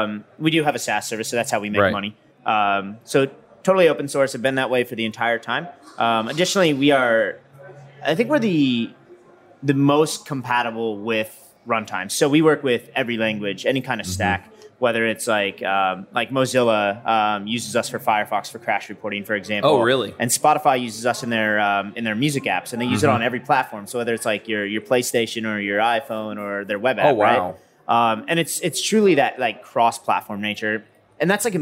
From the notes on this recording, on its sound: LIVE at Microsoft Build.